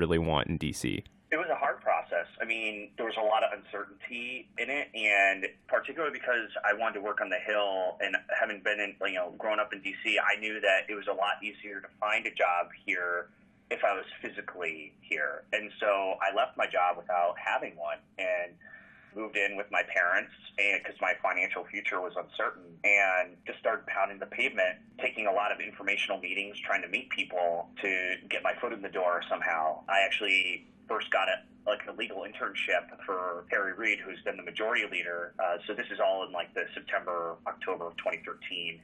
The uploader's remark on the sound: sits down by phone